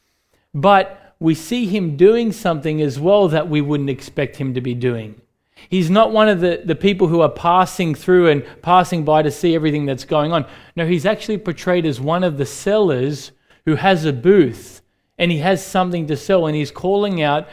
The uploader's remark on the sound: recorded live at Grace Community Bible Church